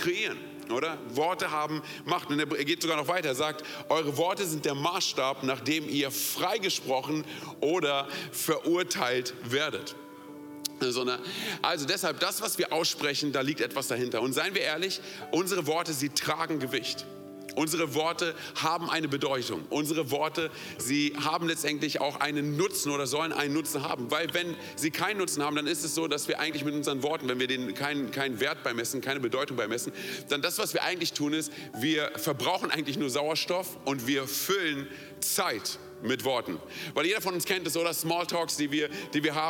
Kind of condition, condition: setting, large echoing room